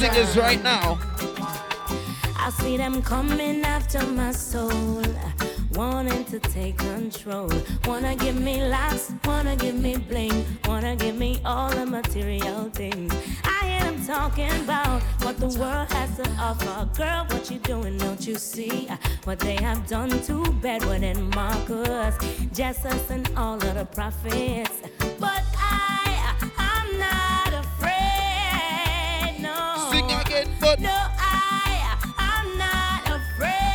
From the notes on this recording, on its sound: Live At Dancehall Brunch in Huckster in Paddington Saturday Afternoon